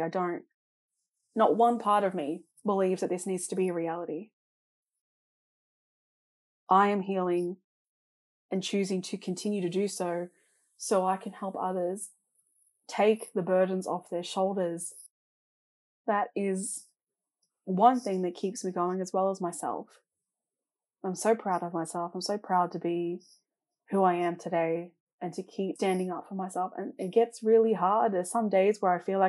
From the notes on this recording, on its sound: The audio is not perfect just like my editing skills and potentially my newish microphone is having some issues.